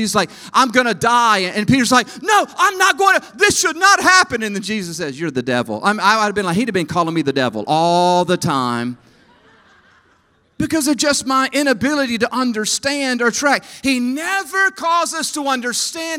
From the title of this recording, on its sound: EQUIP Conference 2022 – Main Session 1